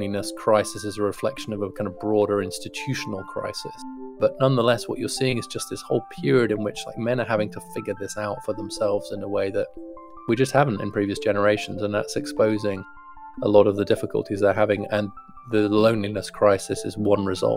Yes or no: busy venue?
no